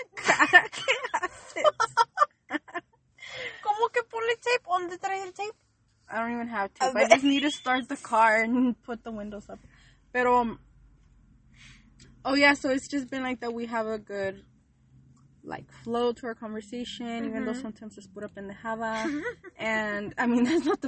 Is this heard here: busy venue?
no